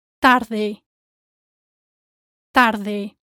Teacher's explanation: To say the R in tarde, make your tongue flap once against the front of your palate.